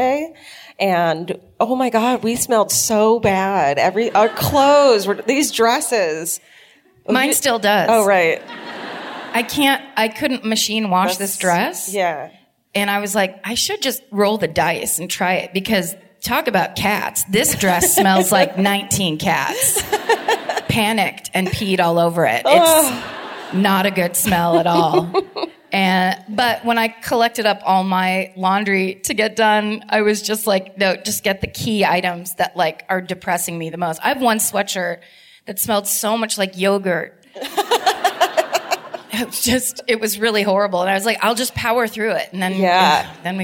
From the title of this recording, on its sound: Live at the De Meervaart in Amsterdam (2018)